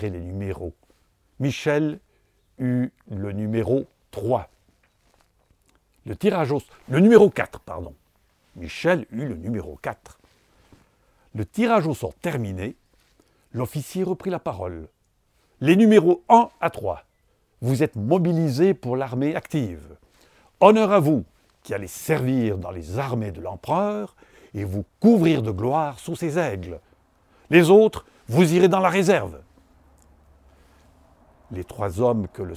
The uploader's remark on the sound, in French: le Swisspeak Resort de Vercorin a gentiment mis sa terrasse à disposition pour l’enregistrement d’un podcast « hors-série »